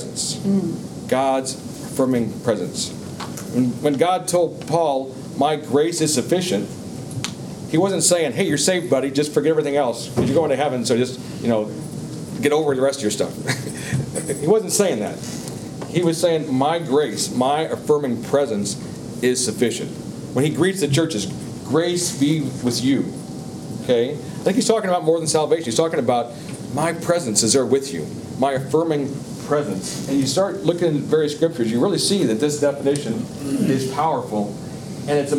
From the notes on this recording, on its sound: Today’s audio comes from the National Disciple Making Forum by Discipleship.